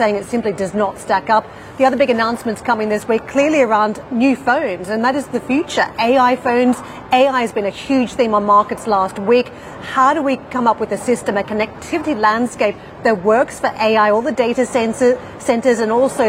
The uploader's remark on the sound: We are live at the Mobile World Congress in Barcelona.